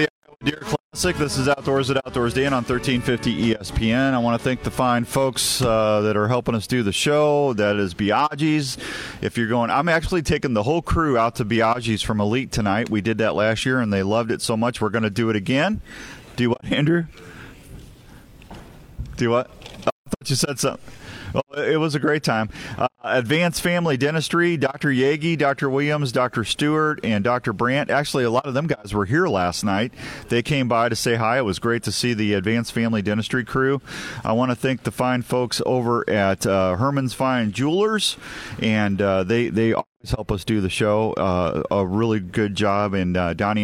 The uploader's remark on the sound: Live from the Iowa Deer Classic